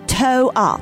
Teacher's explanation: the central consonant R is removed, resulting in the term toe up